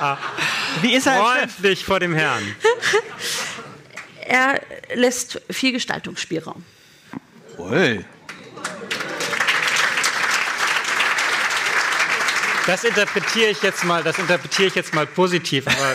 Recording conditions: live audience